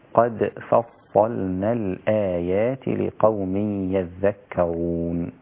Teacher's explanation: لابد أن تظهر القلقلة، وميزة القلقلة القوة والسرعة، والدال هنا رقيقة، فلابد أن تحافظ على ترقيق الدال حتى أثناء القلقلة، وهي صفة قوة وصفة شدة.